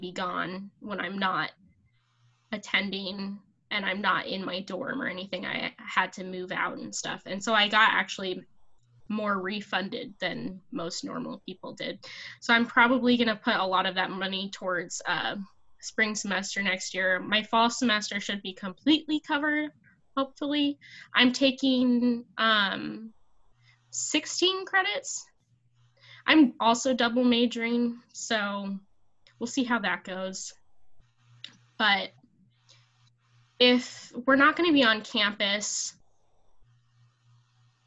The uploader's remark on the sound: Recorded via Zoom